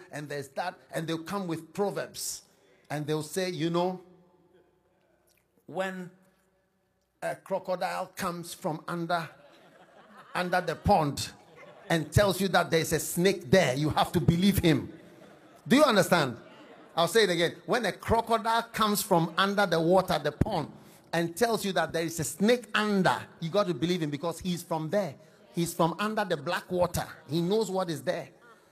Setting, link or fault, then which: setting, live audience